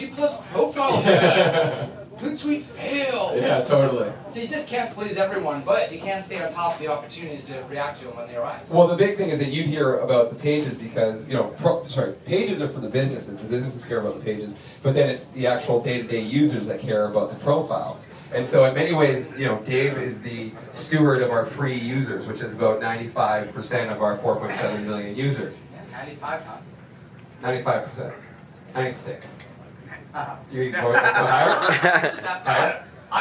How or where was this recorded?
live audience